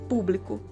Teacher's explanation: As outras duas, o bli e o co. Público Bli e co nós pronunciamos com menos intensidade. · Term: átonas